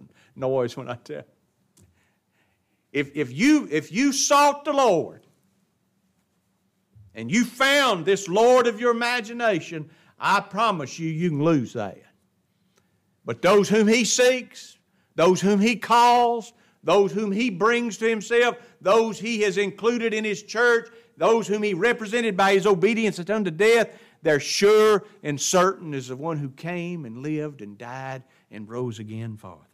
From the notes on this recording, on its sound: It was preached at Grace Baptist of Ruston Louisiana.